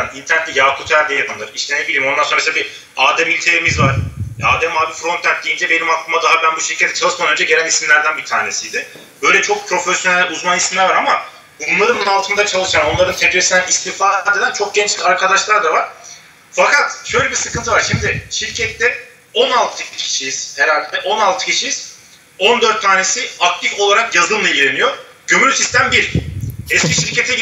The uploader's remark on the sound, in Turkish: Ses kalitesindeki düşüklük için özür dilerim.